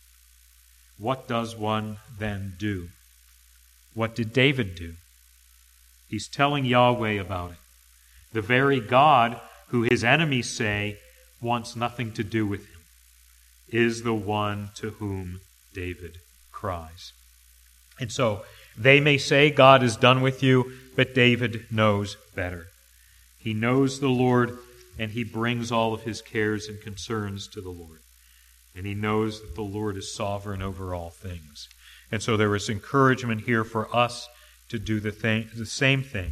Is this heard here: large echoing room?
yes